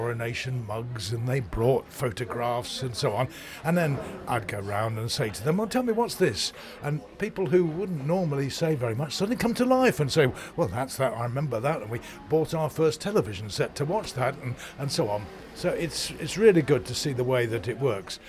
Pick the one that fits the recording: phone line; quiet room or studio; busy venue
busy venue